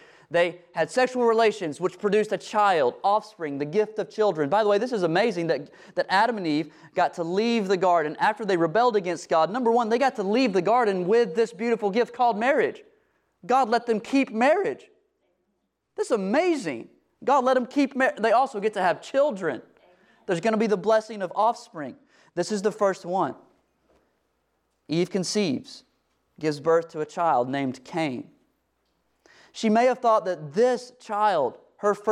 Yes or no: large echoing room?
yes